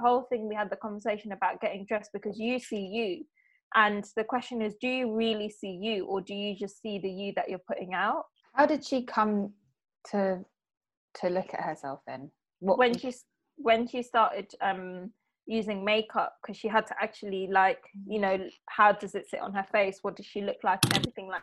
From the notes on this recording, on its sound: The girls sit down together at the virtual roundtable one last time.